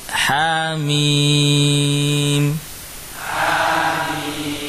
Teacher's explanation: Hamim juga hanya dua harokat.